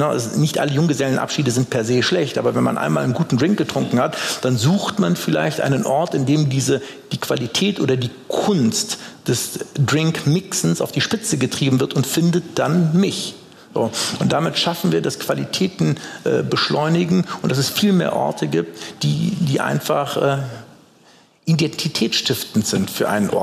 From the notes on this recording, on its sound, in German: Wurde auf der "Langen Nacht der Politik" am 8.11.2019 live aufgezeichnet. In den Fürst&Friedrich Designoffices in Düsseldorf-Friedrichstadt.